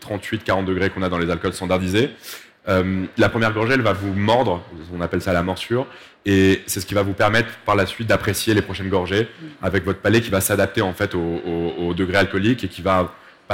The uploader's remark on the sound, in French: sur la Scène Liquide, Omnivore Food Festival 2021